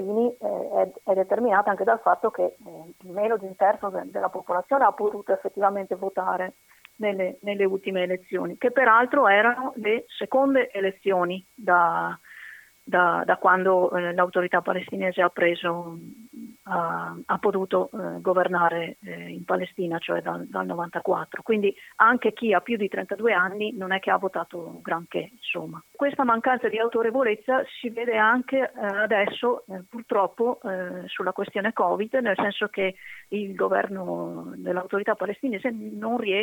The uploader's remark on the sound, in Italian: Al telefono il professore di relazioni internazionali e medio oriente all'università di Bologna.